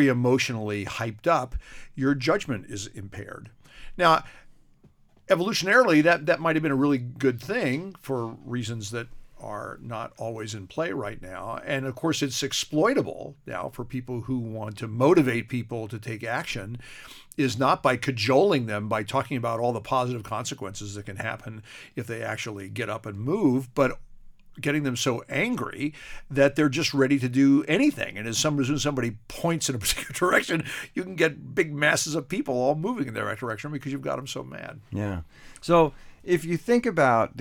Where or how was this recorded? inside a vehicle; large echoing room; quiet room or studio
quiet room or studio